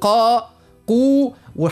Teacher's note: بالنسبة للقاف كيف نقوله قا، نعبيه الفم بطبيعه هو حرف مستعلي حرف مفخم، نقوله قا قو.